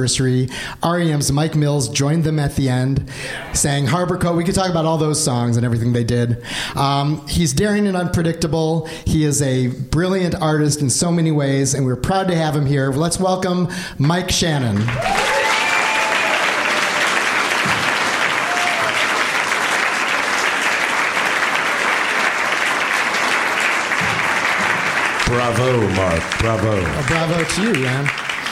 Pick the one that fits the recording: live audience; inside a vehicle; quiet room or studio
live audience